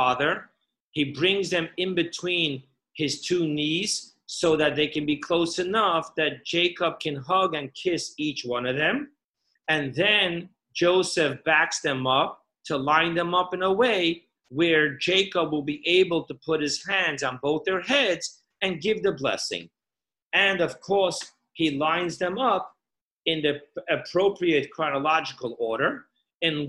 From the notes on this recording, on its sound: Parsha Zoom Class.